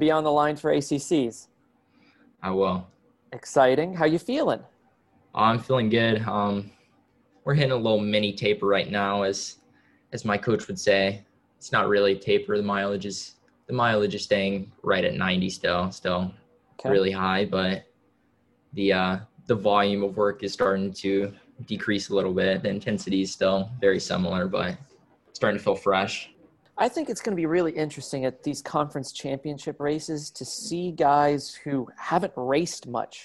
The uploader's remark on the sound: Returns to the program via a Zoom call we recorded earlier this week.